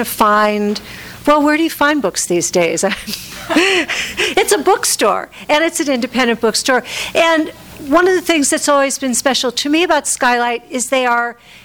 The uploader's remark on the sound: FREE READING FOR NATIONAL POETRY MONTH. THIS EVENT WAS RECORDED LIVE AT SKYLIGHT BOOKS.